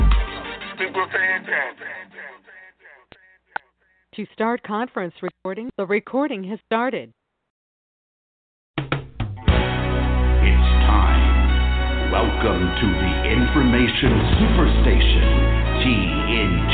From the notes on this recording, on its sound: Conference Call.